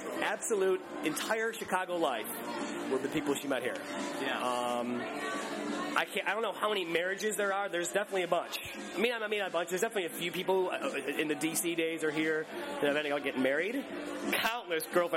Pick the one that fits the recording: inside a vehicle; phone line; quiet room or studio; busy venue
busy venue